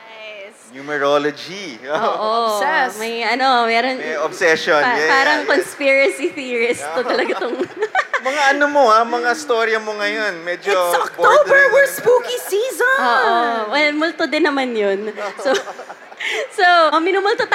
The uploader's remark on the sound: Team were invited to do a live panel at "Hear For It," the first podcast festival in the Philippines!